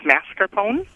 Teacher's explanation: No R in the first syllable, so just mascarpone.